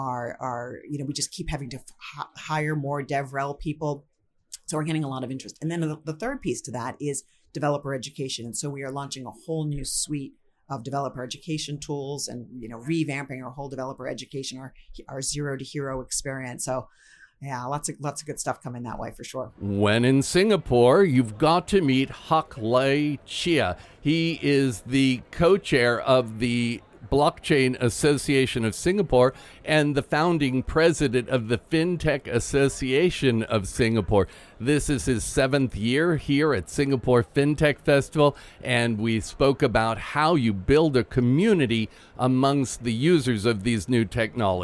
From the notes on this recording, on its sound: LIVE from Singapore Fintech Festival Day 3 Recap. Today was the last day of the Singapore Fintech Festival and we went live once again with the podcast.